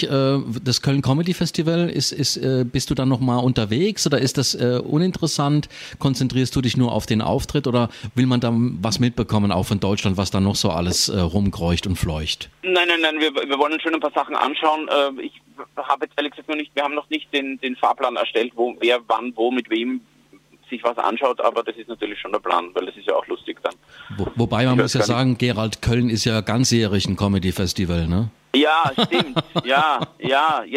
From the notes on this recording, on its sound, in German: im Live-Call auf JOKE FM